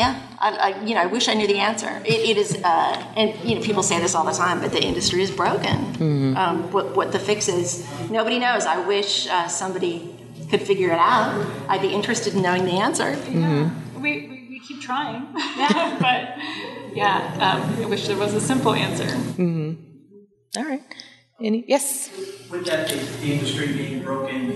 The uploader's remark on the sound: Live from Comicpalooza. This panel was live at Comicpalooza.